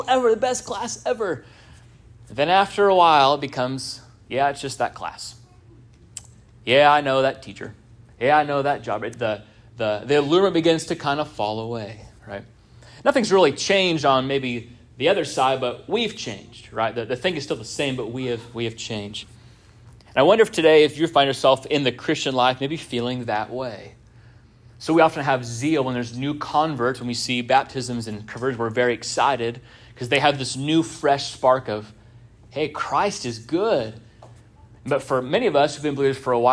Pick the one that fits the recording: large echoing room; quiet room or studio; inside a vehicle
large echoing room